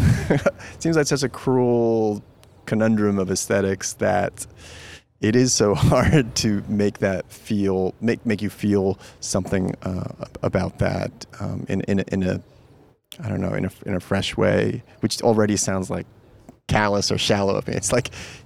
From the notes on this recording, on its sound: Cannes Day Five. Amidst the jubilance of a French wedding. On the top of the Palais.